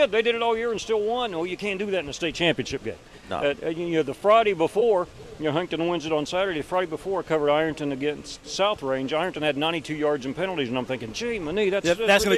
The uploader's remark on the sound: broadcasts live from Pullman Square in Huntington